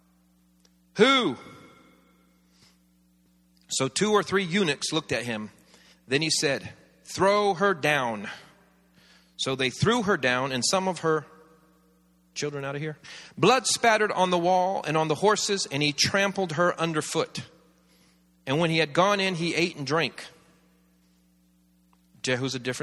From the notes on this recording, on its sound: This series was recorded around 10 years ago at Daystar Atlanta, the church